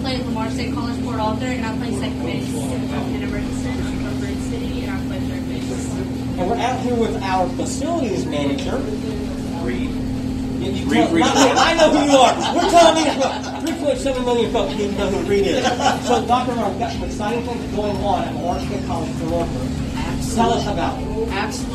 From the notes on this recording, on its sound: at the Lamar State College–Port Arthur Golf Tournament